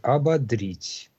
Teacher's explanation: В глаголе ударение на суффиксе